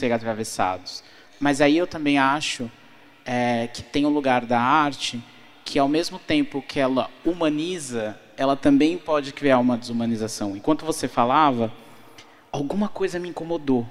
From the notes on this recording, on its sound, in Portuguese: Em abril estivemos na Rio2C pra uma conversa muito inspiradora. Neste papo gravado ao vivo.